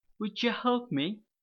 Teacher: We reduce the word you and we're using ja, ja sound.